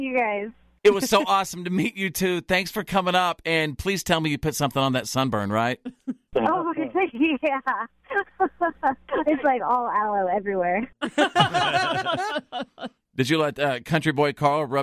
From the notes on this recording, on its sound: They called in this morning